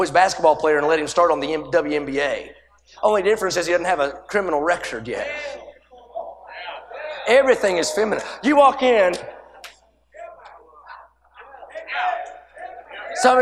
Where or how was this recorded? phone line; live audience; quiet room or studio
live audience